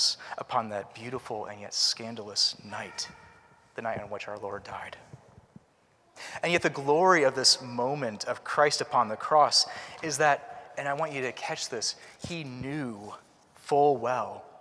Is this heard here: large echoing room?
yes